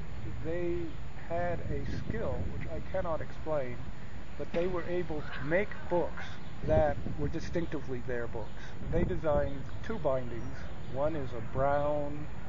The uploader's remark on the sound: We talk here, on a windy day (hence the background static) in Haaavud Yaaaad.